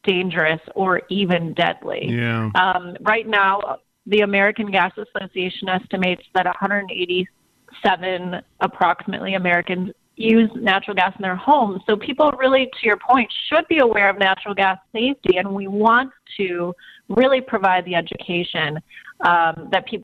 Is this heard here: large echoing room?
no